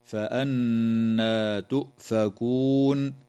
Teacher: النون في كلمة فأنى مشددة، فحكمها الغنة بمقدار حركتين